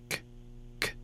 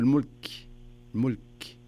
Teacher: إذا وقفت على الكاف كأنك يعني تسمع همس · Shown in: second take · Term: حروف الهمس